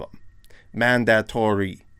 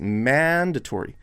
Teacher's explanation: We need to mash the word so that it's literally like one piece with one stressed syllable. · Shown in: second take